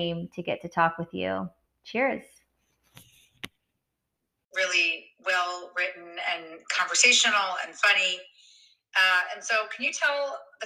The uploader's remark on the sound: the audio is not great on this one